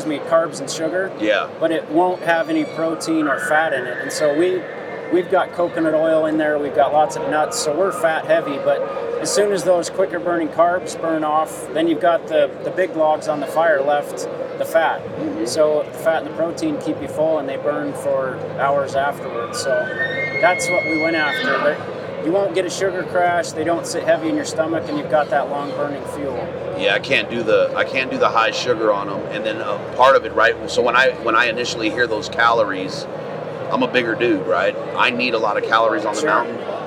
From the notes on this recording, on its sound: Hunt Expo Live From the Initial Ascent Mountain Dude Table. Lives from the Western Hunting and Conservation Expo in Salt Lake continues from the Initial Ascent booth!